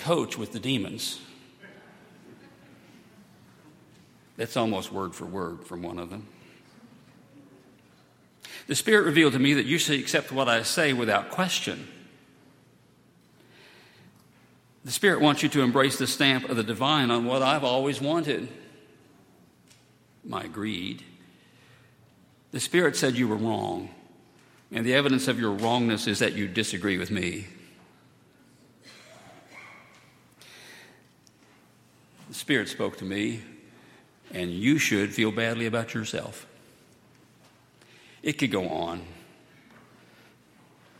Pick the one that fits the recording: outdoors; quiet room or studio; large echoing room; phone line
large echoing room